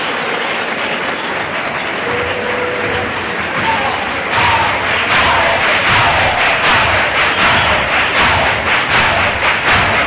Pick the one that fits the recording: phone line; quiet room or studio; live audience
live audience